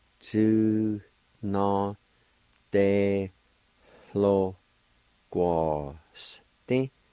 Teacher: Right before the L, there's a faint H sound